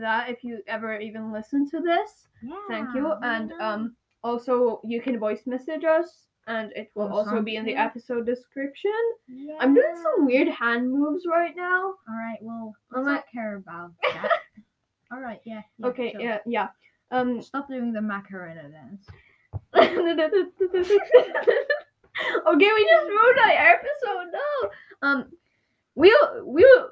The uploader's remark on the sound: This sound quality is bs because we don't have microphones. I remind you that our voices do not sound great in this epåiusdo episode.